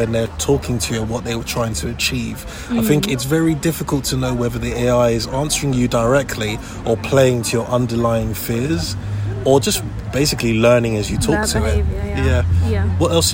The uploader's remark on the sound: LCL live from Hampstead Theatre. Forgive the background noise, we recorded on the premises, straight after seeing the play.